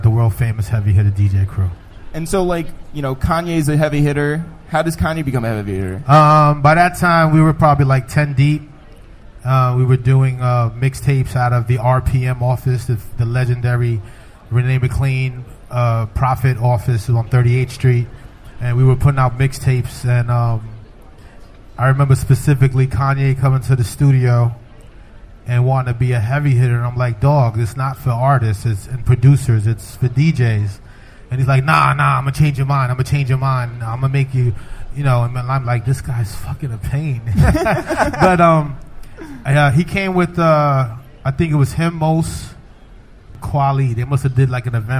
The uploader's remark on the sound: This week, we hosted a live podcast from NYC's famed concert venue SOB's.